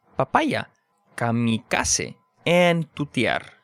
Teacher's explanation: you never have that puff of air in Spanish